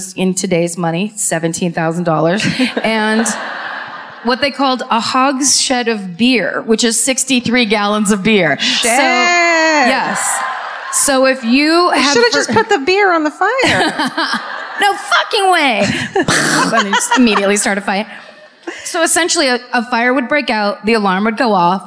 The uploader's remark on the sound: Live at the Chevalier Theatre in Medford, MA (2018)